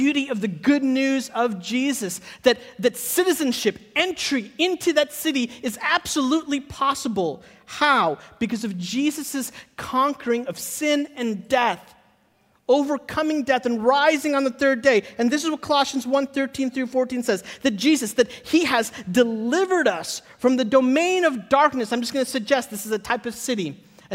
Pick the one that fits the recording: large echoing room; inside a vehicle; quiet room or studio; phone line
large echoing room